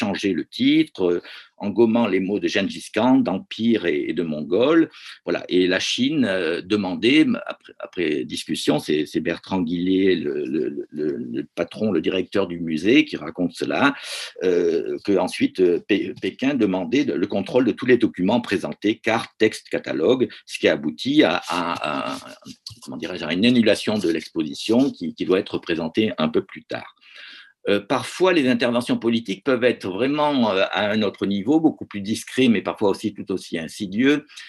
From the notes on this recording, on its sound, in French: Discussion Enregistré sur Zoom